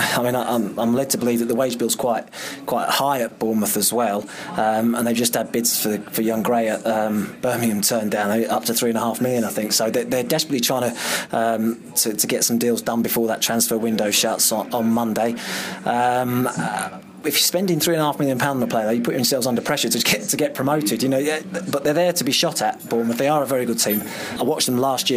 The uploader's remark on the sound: Live Special. A special podcast recorded live at The Anchor Bankside pub in London, as part of #MenUnited with Prostate Cancer UK.